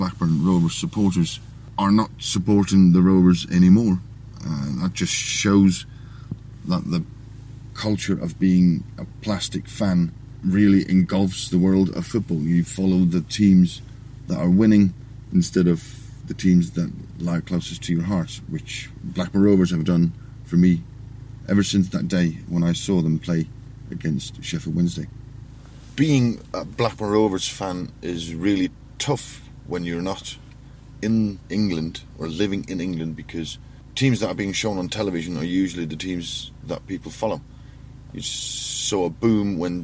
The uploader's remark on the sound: The pod squad records in the car on the way to Rotherham.